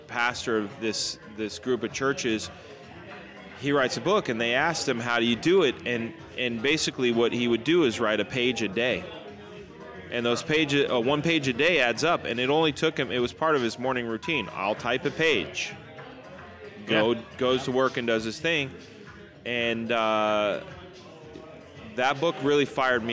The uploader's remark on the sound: venture over to the Matador Cantina in Downtown Fullerton for some drinks